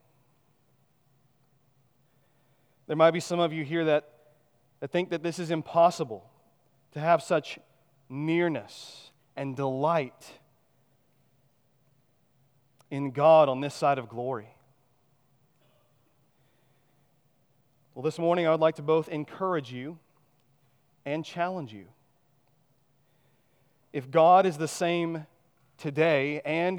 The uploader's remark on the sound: At Chaffee Crossing Baptist Church in Barling, AR.